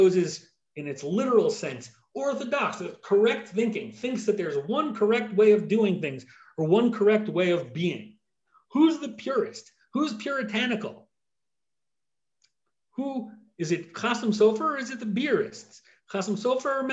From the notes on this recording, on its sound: This audio was originally captured from Zoom. As part of Drisha's Spring Zman.